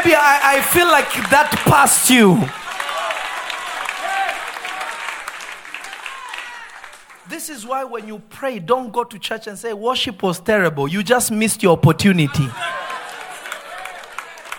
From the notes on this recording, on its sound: This episode was recorded live at Revelation Church. In Simi Valley.